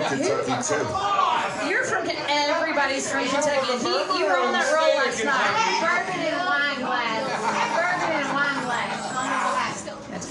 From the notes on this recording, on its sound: Live at Belcourt Taps an interview and live performance.